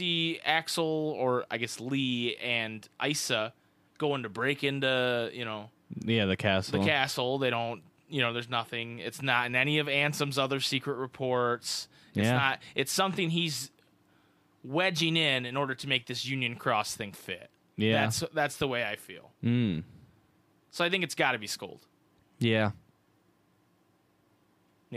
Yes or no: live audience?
no